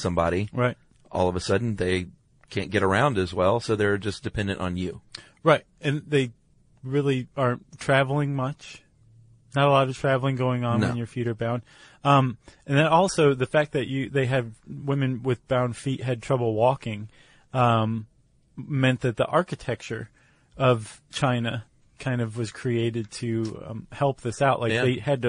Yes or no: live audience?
no